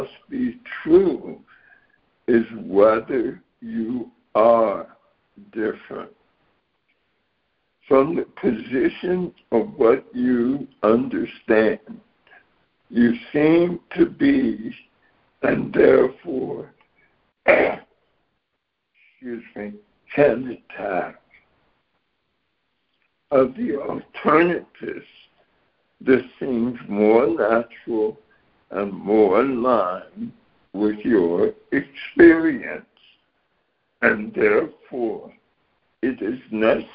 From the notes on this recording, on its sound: ACIM Daily Conference Call